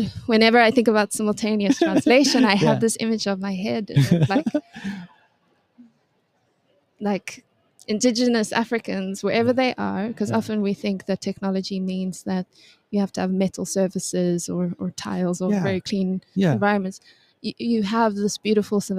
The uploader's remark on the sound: recorded LIVE & in person from the World Innovation Summit for Education ( WISE ) 2023 in Doha, Qatar